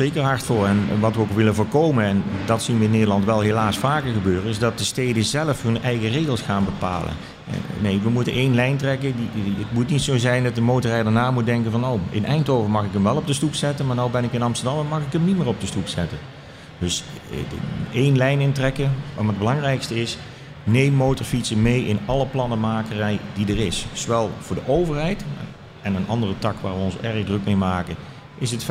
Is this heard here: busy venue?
yes